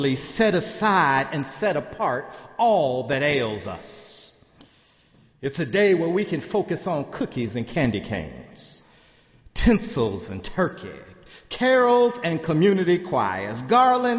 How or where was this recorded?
large echoing room